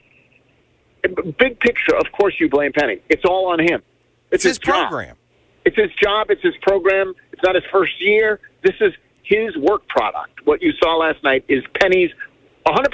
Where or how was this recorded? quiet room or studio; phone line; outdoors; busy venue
phone line